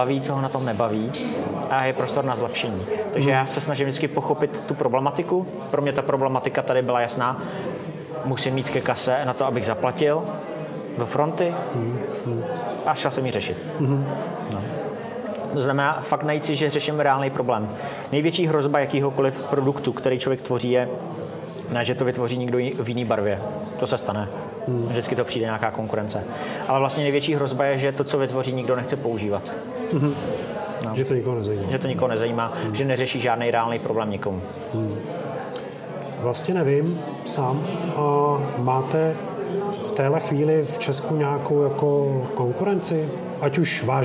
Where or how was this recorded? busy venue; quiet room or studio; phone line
busy venue